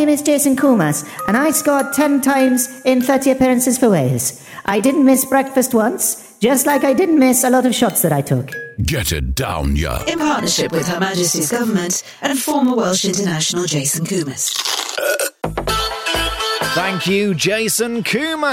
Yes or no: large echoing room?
no